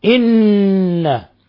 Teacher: إن نون مشددة تغن مقدار حركتين